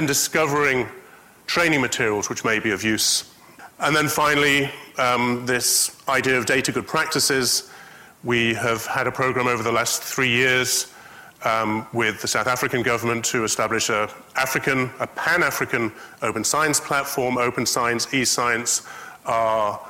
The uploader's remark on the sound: IFE Distinguished Visitor Lecture - recorded 7 June 2019 at QUT.